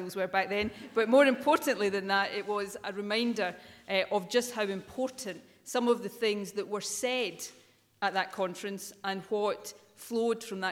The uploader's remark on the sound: First Minister speech at the Scottish Women’s Aid conference, Edinburgh.